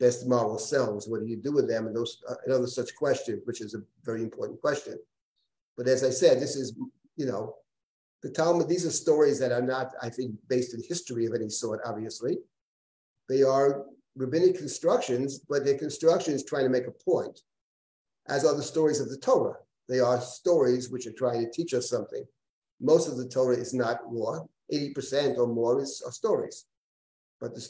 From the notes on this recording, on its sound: This audio was originally captured from Zoom